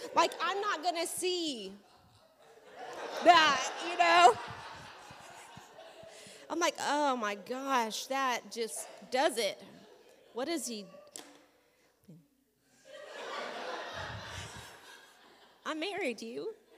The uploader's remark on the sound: This audio was taken from a class on 10/12/2021 at World Harvest Bible Training Center in Murrieta, CA